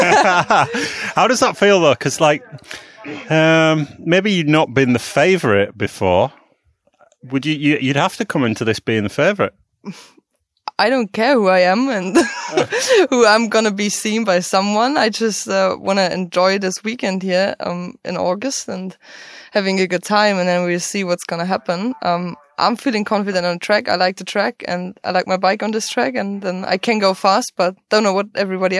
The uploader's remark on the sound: Round 2 of the British Cycling National Downhill Series would be the only opportunity to race Fort William in 2023. In between runs he caught up with the crème de la crème of the World’s Elite DH racers…